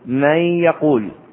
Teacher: فالنون الساكنة في الكلمة الأولى أدخلت في الياء الواردة في الكلمة الثانية فصار جميعا حرفا واحدا مشددا هو الياء، وتكون الغنة مصاحبة لأدائه وتقدر بحركتين، فلا تقل من يقول · Term: الإدغام